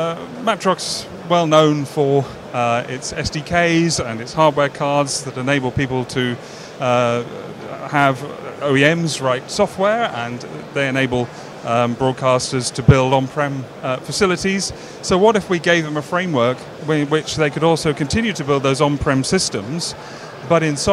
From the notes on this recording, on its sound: At IBC 2022